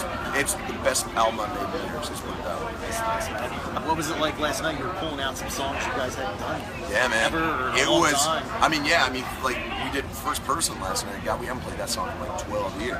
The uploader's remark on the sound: At the Rock on the Range Festival in 2017. This was in a media tent so there is a lot of background noise so you might need to turn up a bit.